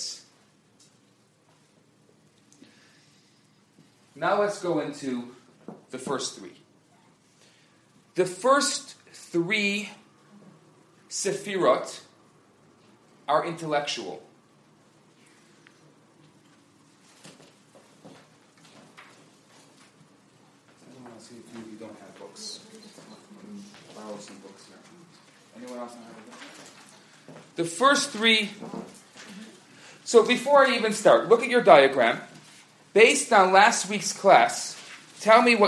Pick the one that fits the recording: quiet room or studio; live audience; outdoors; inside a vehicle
live audience